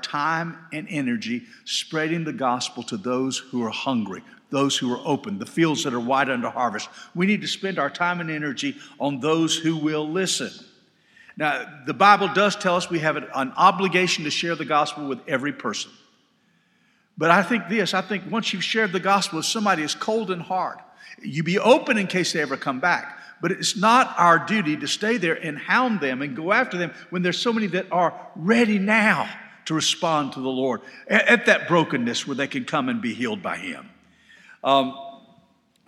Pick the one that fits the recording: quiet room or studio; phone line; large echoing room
large echoing room